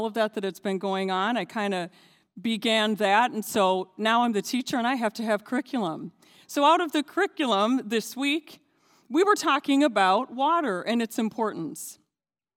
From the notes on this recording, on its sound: This JAT was recorded live on Sunday, October 17th, 2021 at Newark United Pentecostal Church.